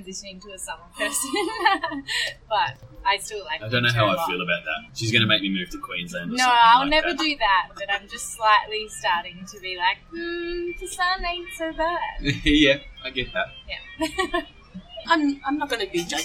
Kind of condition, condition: setting, busy venue